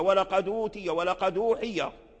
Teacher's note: فالهمزة هنا مضمومة، حركنا الحرف الدال الساكن بحركة الضم، أي نقلنا حركة الضم إلى الساكن.